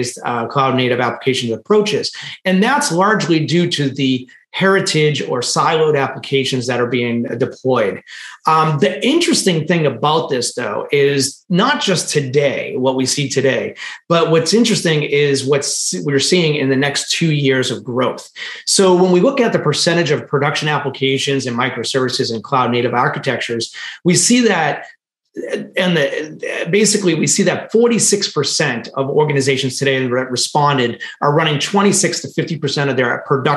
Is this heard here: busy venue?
no